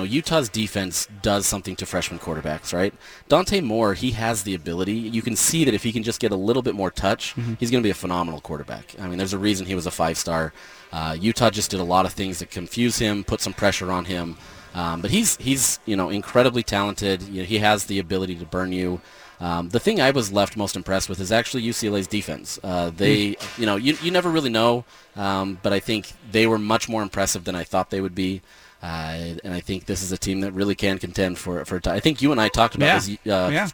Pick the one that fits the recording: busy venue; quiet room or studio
busy venue